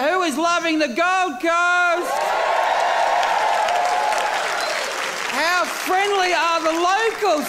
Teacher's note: He almost talks through his nose. It's like you can imagine his mouth is shut and he's just talking through the nose. · Term: nasality